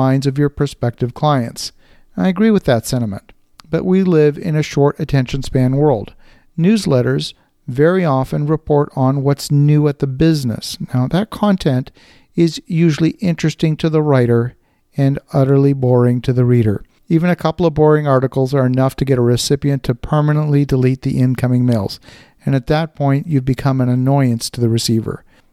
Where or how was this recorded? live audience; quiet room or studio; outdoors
quiet room or studio